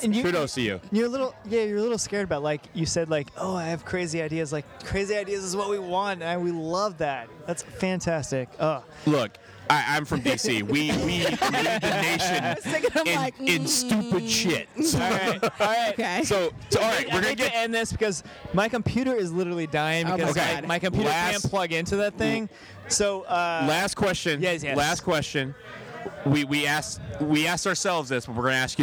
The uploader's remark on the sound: In St. Louis. We recording at the Night Before event with the St. Louis chapter at the Amsterdam Tavern.